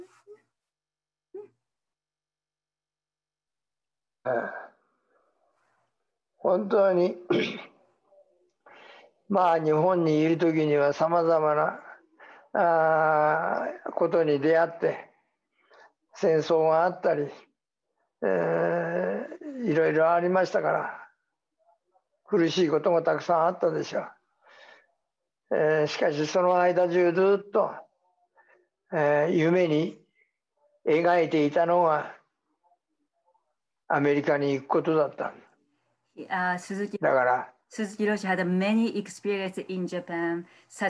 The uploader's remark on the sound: In his first ever Zoom talk